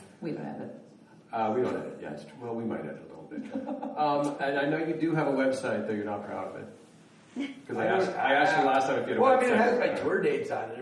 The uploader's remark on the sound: Joins us for our last live show from Boise’s Storyfort literary festival.